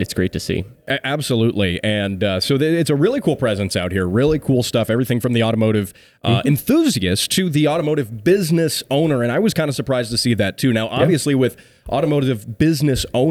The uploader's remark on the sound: SEMA 2023 Was Wild! LIVE from Vegas.